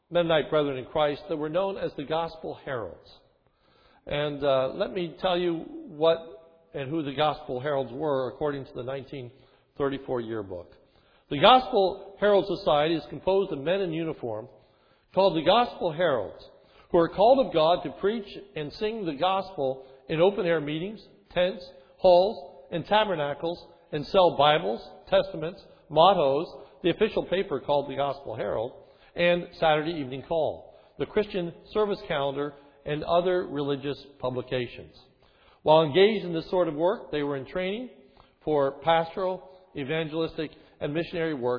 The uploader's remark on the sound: This is a sermon recorded on 1/9/11 from the morning worship service.